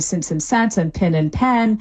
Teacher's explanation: the vowels in since and sense and pin and pen, those sound the same · Term: pin-pen merger